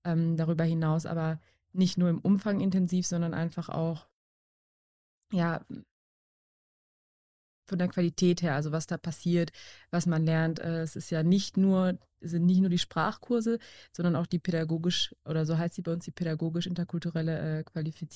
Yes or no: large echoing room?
no